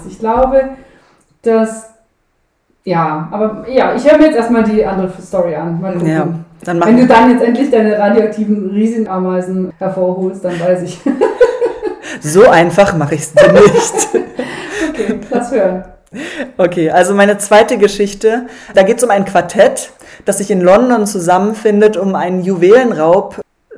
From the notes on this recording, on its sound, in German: Diese Folge wurde leider noch ein letztes Mal ohne gutes Equipment aufgenommen